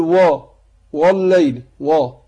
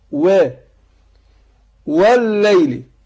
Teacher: والليل، قلنا هنا عندنا الواو، بدأنا بالواو مفتوحة، قلنا الواو حرف مستفل، حرف مرقق بيخرج من الشفتين بانفتاح · Shown in: second take · فما جي نطول وا وا مرقق، لكن ما ينفعش بعض الناس يقول وا والليل وا، لا وا مش وا، وا والليل.